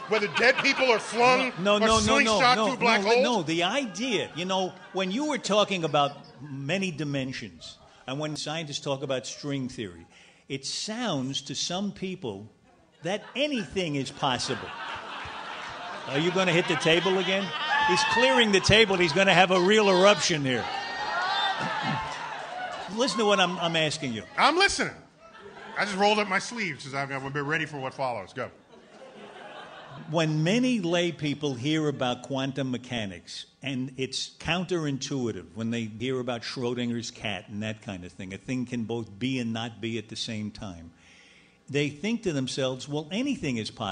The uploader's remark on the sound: our live show at the Bell House in Brooklyn